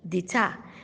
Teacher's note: Now, d'etat, D apostrophe E-T-A-T, d'etat. You find out that the T there is silent and the P is also silent.